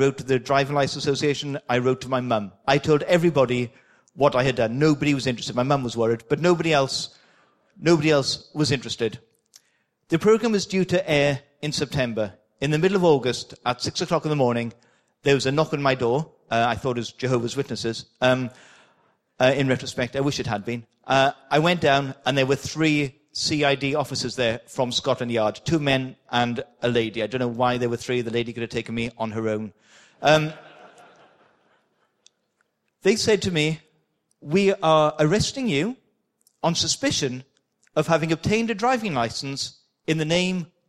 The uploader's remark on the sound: excerpt from the opening keynote from the AusCERT conference